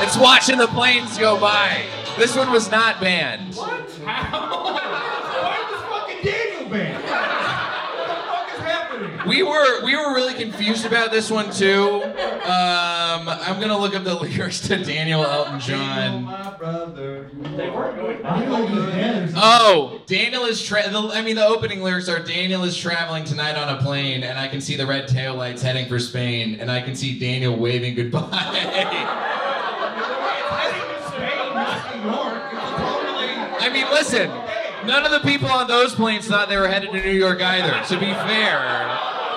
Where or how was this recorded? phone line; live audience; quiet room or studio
live audience